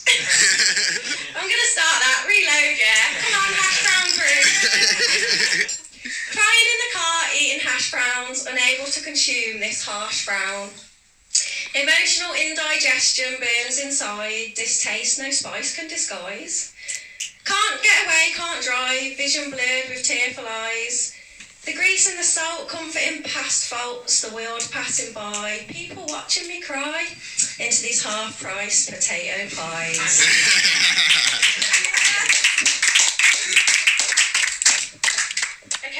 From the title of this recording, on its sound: Live At Skills By Mouth In Birmingham.